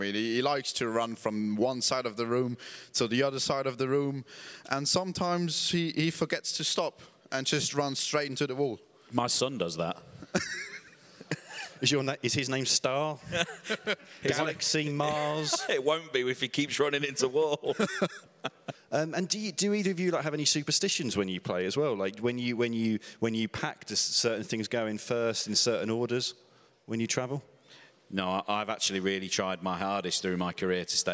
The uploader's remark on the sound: Live from Germany. As part of the German Masters, we recorded an episode in front of a live audience. The Berlin Tempodrom is a truly beautiful venue for snooker and we got to use its delightful amphitheatre.